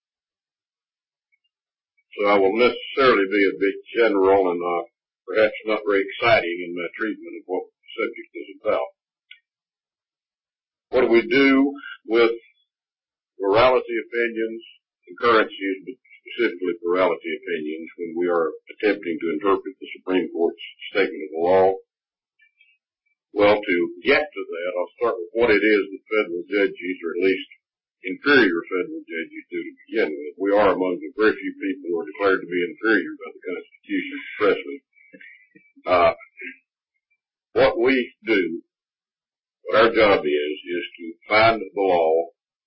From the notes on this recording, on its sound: This teleconference panel discussion